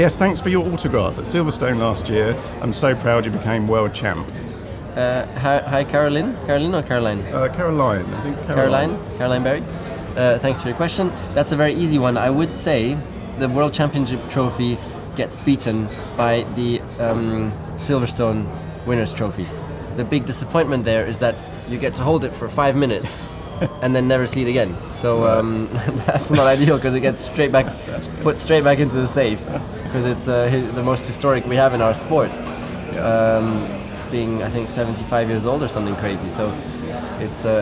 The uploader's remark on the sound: at the Goodwood Festival of Speed